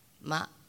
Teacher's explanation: Ma, low constricted, rice seedling